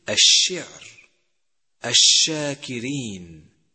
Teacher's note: صفة التفشي، حيث ينتشر حرف الشين في كل الفم